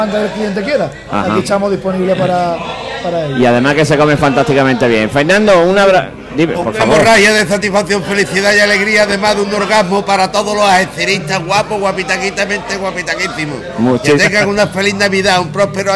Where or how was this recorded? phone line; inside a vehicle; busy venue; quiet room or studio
busy venue